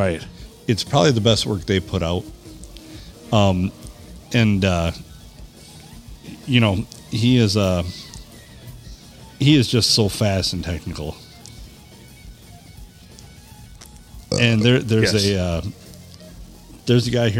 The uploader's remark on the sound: Recorded at the Blue on a Monday night as we watch the game.